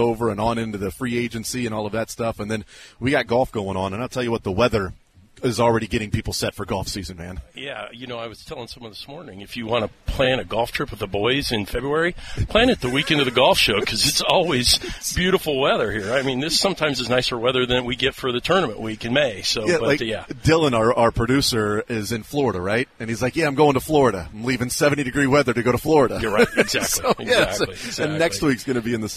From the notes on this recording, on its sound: The Zone broadcasts live from the Kansas City Golf Show.